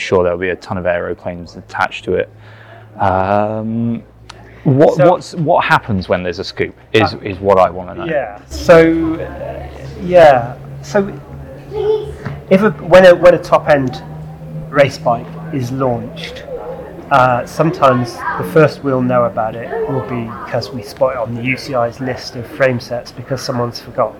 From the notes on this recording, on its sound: Live from the departure lounge (please excuse a rather enthusiastic French airport announcer who pops up occasionally)